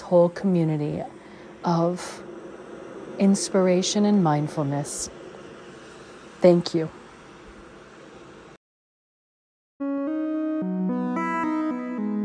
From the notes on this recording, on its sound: On Location Walk and Talk. Caribbean Mindfulness Tour: Castries, St Lucia.